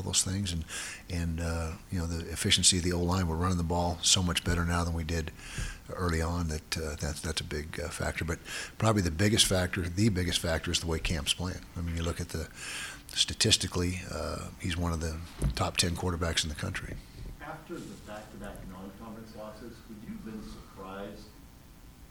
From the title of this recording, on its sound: press conference